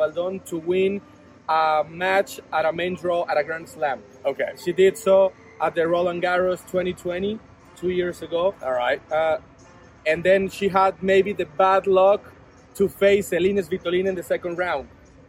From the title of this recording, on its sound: Live from WTA Guadalajara 2022